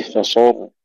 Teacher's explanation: تفخيم الراء مع المحافظة على سكونها بدون قلقلة